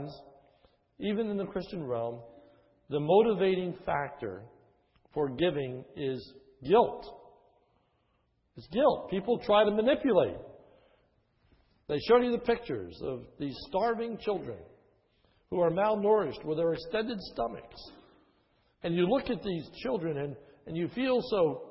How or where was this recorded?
large echoing room